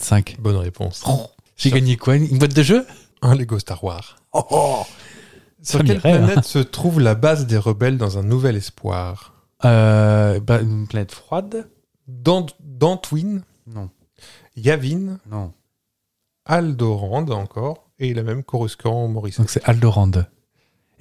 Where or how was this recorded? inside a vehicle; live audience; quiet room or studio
quiet room or studio